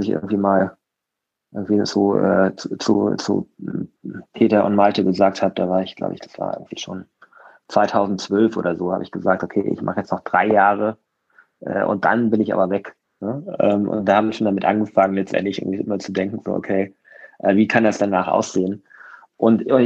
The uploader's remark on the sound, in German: im Gespräch auf Clubhouse